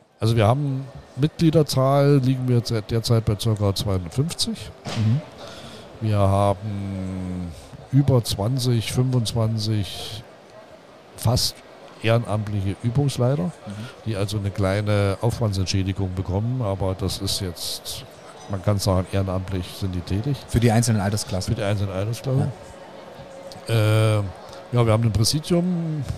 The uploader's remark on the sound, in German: LIVE aus unserem mobilen Podcast Studio von der Modell-Hobby-Spiel auf der Messe Leipzig